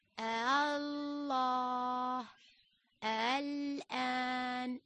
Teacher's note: أجل، بما أن المد اللازم الكلمي المثقل والمخفف الواقع أول الكلمة مكون من همزة وألف بعدها، فيجوز في المد اللازم الكلمي الواقع في أول الكلمة المثقل مثل الله، والمخفف مثل الآن. يجوز تسهيل الهمزة الثانية بين الهمزة وبين الألف من دون مد، أي الله الآن.